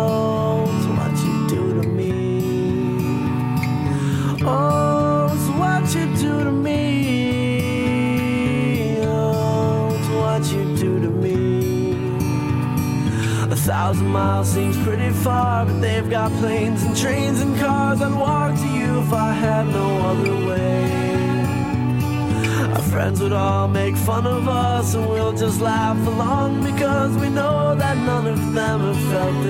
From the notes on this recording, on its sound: Live from OC Davies Roundabout Garage, Neyland.